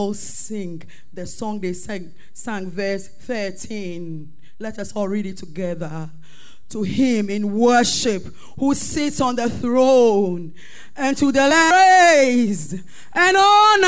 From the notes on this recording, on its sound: Sermon preached at CBC Shiashie Campus